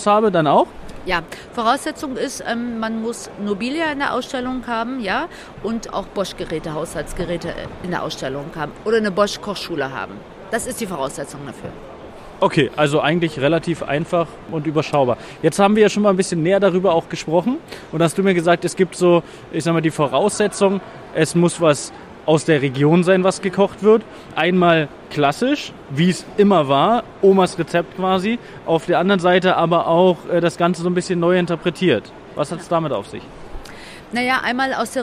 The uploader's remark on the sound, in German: Live von der area30